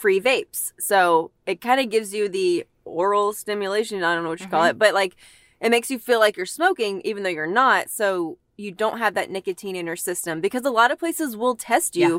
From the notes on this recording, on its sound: Hop in the car